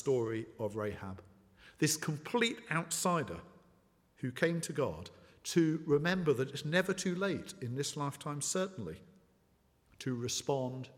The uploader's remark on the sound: at the 11 o'clock service